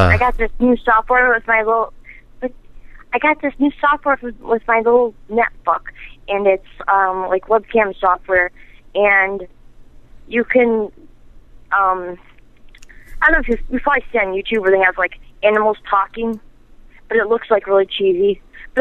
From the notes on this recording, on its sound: …'s Personal Prank Phone Calls Collection.